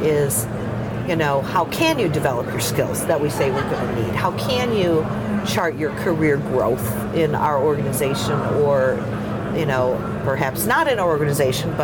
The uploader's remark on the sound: Unum took its Gartner Marketing Award-winning HR Trends podcast studio on the road (again) to the 2023 HR Technology Conference & Exposition , held October 10–13 in Las Vegas. Unum took its Gartner Marketing Award-winning HR Trends podcast studio on the road (again) to the 2023 HR Technology Conference & Exposition , held October 10–13 in Las Vegas.